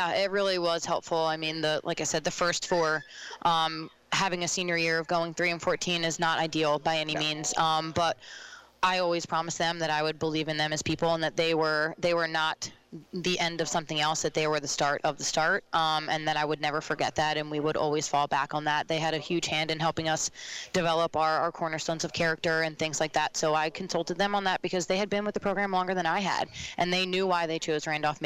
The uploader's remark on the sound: Live from SportsPage Grille in Ashland. As heard LIVE on 102.9 The Mater and online on the TuneIn Radio app on "Radiall"!